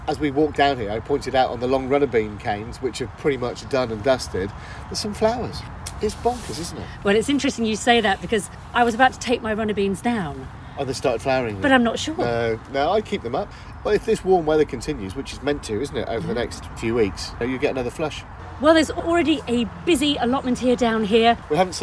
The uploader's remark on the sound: Recorded at the Adhust Estate Allotment in Hampshire